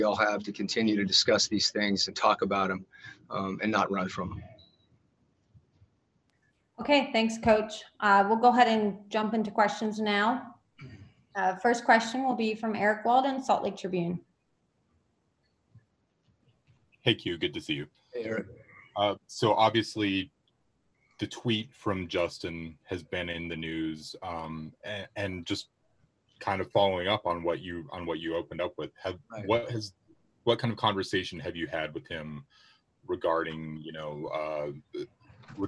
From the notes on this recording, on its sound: Addressed the media's questions in a Zoom conference after his team wrapped up practice inside the bubble in Orlando, Florida.